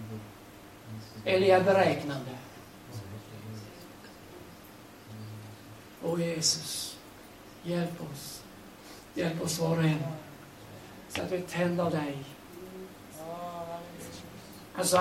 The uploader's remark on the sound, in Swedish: Liveinspelning